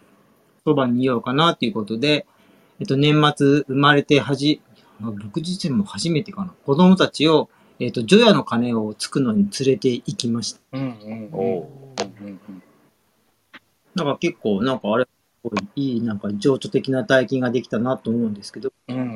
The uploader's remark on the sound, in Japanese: 毎月第2、第4日曜よる8時から配信のクラブハウス。モデレーター5名は、書面による同意済みでの録音・公開です。録音はクラブハウスの機能replaysによる公式記録です。